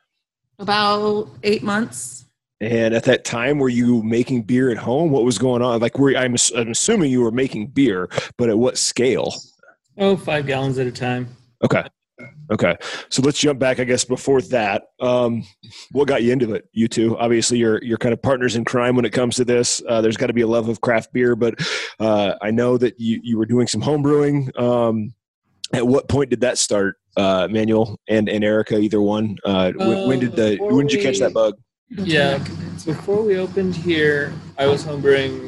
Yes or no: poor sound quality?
no